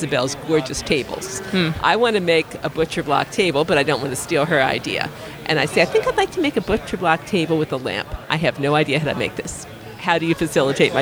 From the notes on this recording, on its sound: During Podcast Movement 2018, in Philadelphia, we had the privilege of recording, live-on-tape from the Talkshoe booth, with two special guests.